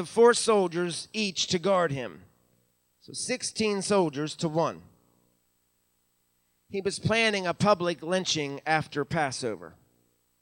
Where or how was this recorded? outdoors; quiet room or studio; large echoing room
large echoing room